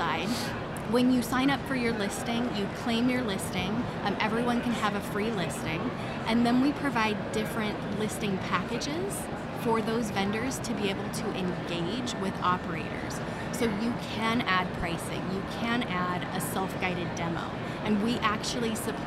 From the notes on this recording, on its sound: on the tradeshow floor of the National Apartment Association's 2023 Apartmentalize!